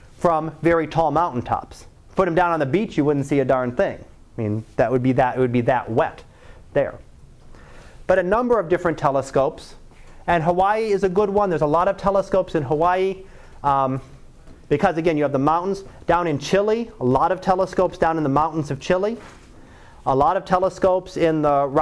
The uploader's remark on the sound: Live Class Lecture